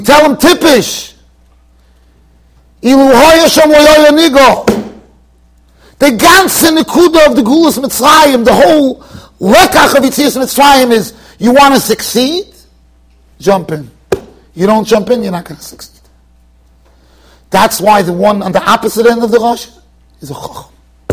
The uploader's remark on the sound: Shiur recorded in Yeshivas Ohr Reuven, Monsey NY.